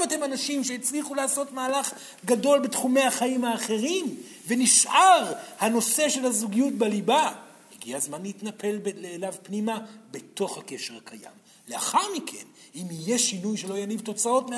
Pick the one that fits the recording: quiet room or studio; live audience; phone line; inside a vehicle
live audience